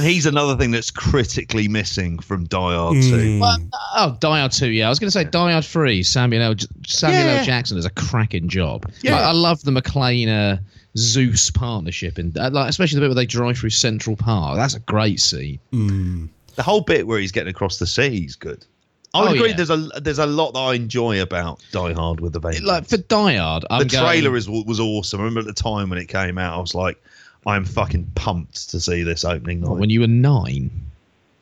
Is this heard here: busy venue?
no